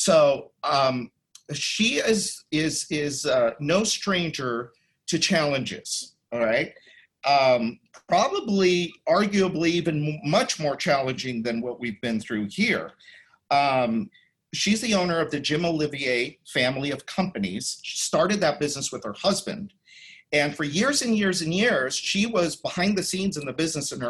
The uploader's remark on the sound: You’ll hear the audio from a special online event.